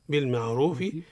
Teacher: الراء في لفظي بالمعروف مفخمة حكمها التفخيم لأنها متحركة بالضم · Term: الراء مفخمة